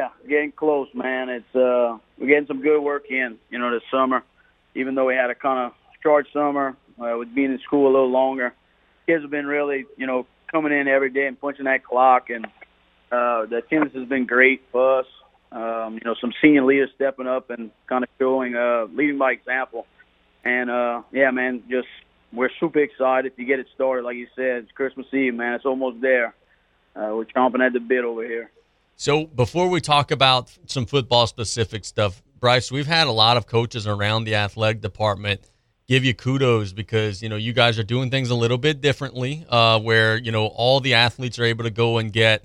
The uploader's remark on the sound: On the phone lines. We wrap up our call-in guests.